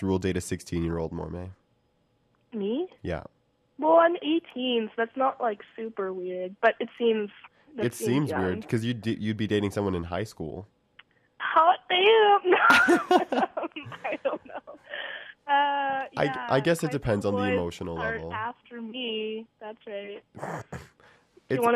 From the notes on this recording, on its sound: called in sick live from her bedroom